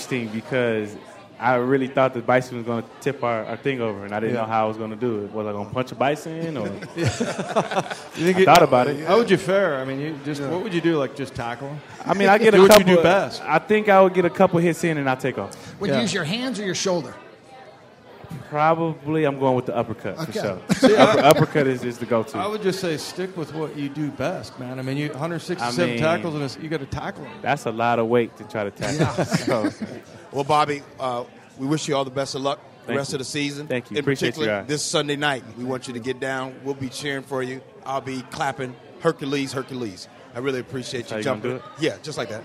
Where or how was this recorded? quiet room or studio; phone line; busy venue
busy venue